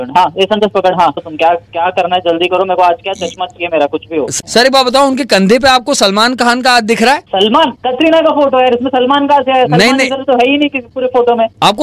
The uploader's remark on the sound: Prank Call